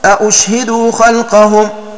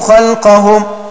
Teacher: بتسكين الشين وزيادة همزة مضمومة مسهلة بينها وبين الواو بعد الهمزة المفتوحة · Shown in: first take